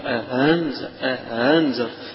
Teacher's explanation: القراءة الثانية فيها سواء عليهم أأنذرتهم، أأنذرتهم، هنا التسهيل، وإحنا قلنا التسهيل عبارة عن تحويل الهمزة إلى بين الهمزة والألف، بين الاثنين، يعني قريبة من الهاء بس مش مخرج الهاء، قريبة منها، فتقول أهنزر، فرق بين تقول أهنزرتهم، هذه هاء هي مش هاء، ولكنها ألف مسهلة أو همزة مسهلة، فلذلك تيجي من الحلق فتقول أهنزرتهم سواء عليهم.